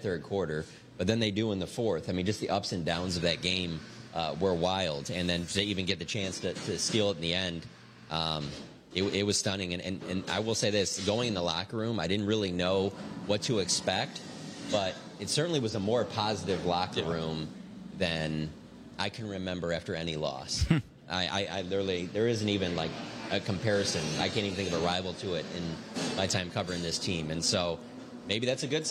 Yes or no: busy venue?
yes